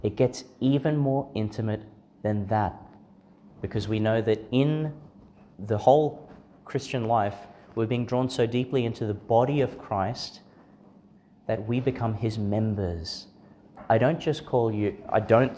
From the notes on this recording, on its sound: delivered in St Therese's Church, Monto, Qld.